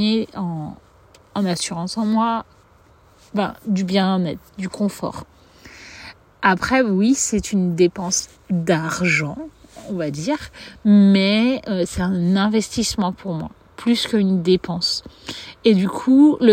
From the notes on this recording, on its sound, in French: L’épisode a été enregistré dans la forêt de Janas.